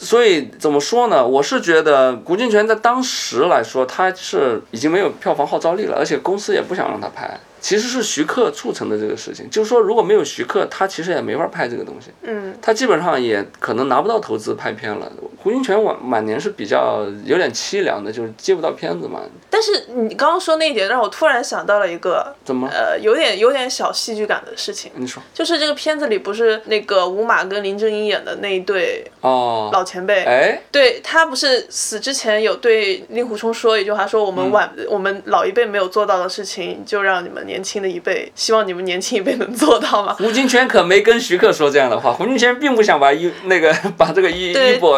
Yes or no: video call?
no